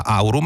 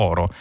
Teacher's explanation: E passando dal latino il dittongo AU è diventato O. Per esempio da aurum è diventato oro.